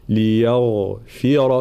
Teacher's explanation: كلمة ليغفر، الانتباه ترقيق والتفخيم، طبعا عندنا الغين مفخمة وترقيق ليا قبلها، فلا نقول ليا ليغفر، لا ليا ثم الغين مفخمة ورخوة ومجهورة، ليغفر ثم نعود إلى كسر الفاء ثم الراء مفتوحة مفخمة، ليغفر لنا هكذا، فالانتباه.